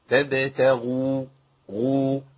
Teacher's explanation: الغين هنا مضمومة. يعني في مرتبة قوية من التفخيم.